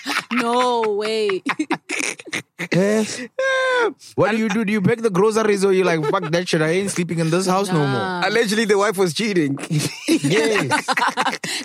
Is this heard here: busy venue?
no